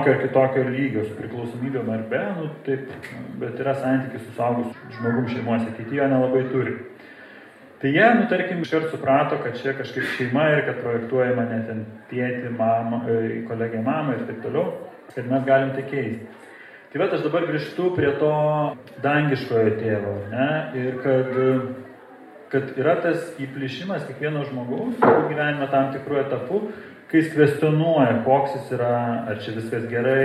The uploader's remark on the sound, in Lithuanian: Įrašas iš Šeimų festivalio.